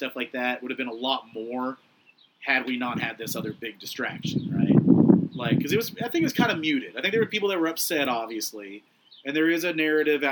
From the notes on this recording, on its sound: It's another patio show! Sorry about the sound quality!